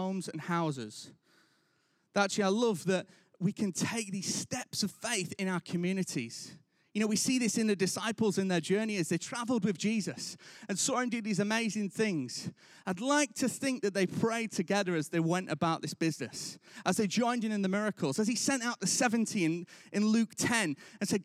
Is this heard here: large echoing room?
yes